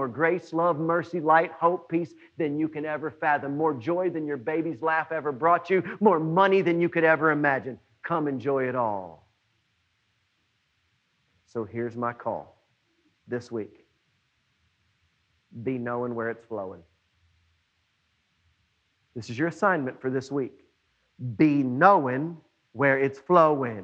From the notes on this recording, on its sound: It was preached on June 21, 2020 at NBC on Main.